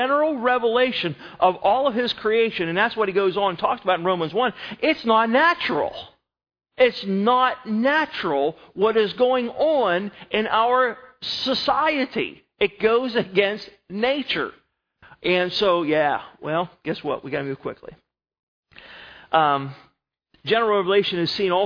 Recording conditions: large echoing room